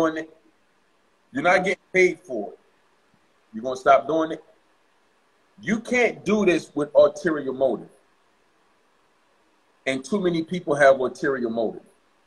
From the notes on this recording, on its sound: joined us on IG Live